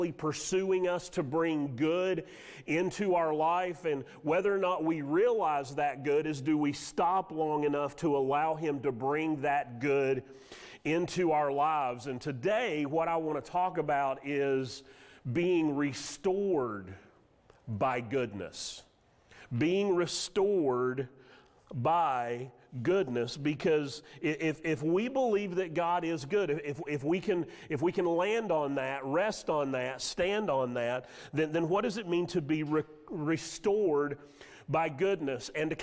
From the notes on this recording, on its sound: Sermon audio from Mission Church in Locust, NC.